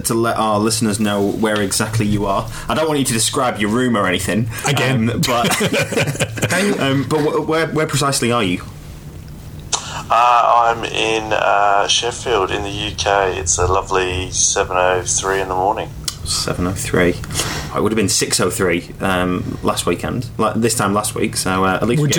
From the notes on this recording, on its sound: Joins by FaceTime from the UK. Sits too close to the mic for the first few minutes.